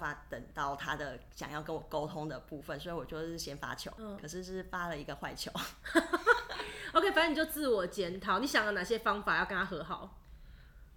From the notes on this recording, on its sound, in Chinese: 本集聽起來會有一點剪接感。為讓收聽感更流暢，所以我就做了一些剪接 但還剪得不夠好。我的笑聲真的太大聲了 用耳機收聽的人務必小心。